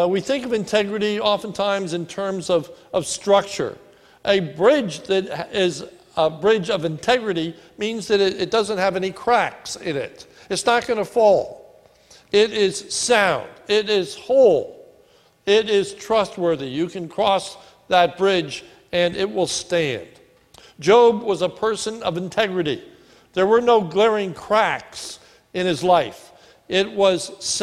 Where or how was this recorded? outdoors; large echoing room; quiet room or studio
large echoing room